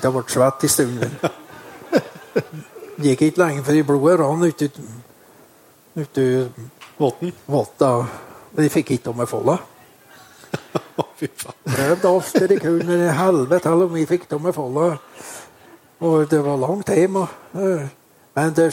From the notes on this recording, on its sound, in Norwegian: Jakt og historier live fra Lierne. Denne gangen er det et opptak fra en livepodkast i Lierne i sommer, først har vi med en gjest som på ingen måte visste han skulle på scenen.